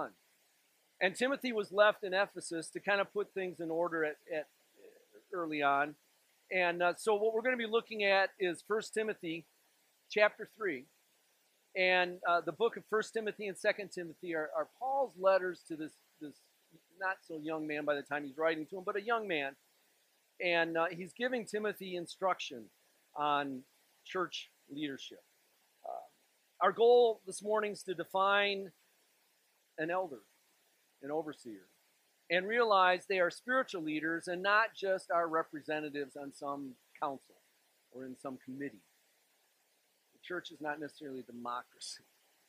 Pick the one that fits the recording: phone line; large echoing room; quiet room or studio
large echoing room